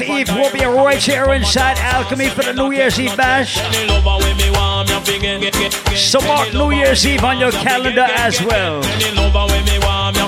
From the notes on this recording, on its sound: Live Audio recording from Island Saturdays on Oct 14th.